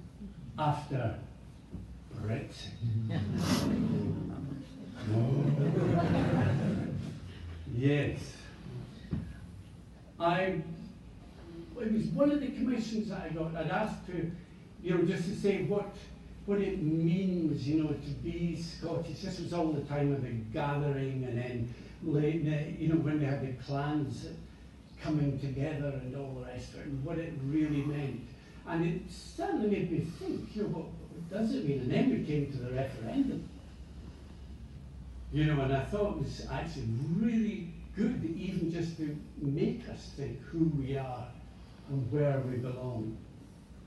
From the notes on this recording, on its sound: A recording of a unique event at the National Library of Scotland in February 2020.